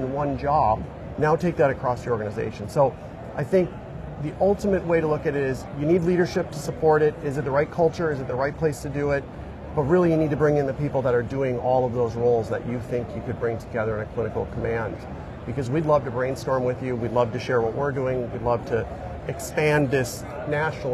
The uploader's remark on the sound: Interview in Action live from ViVe 2023